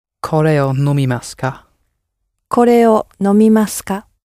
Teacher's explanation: You will notice that the ka tends not to go up, whereas in English we tend to rise at the end of a sentence if we're asking a question so that it's clear it's a question.